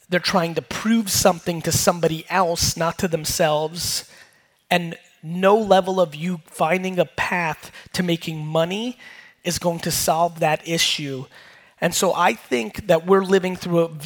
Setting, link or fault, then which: setting, live audience